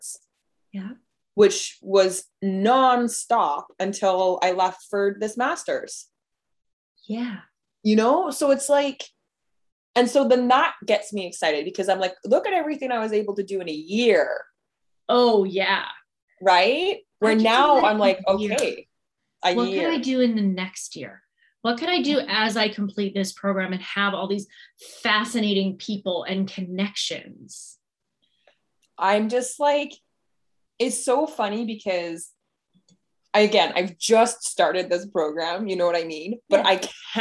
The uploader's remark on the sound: We asked, and you (overwhelmingly!) wanted to hear what happens in my Zoom room during a business strategy call.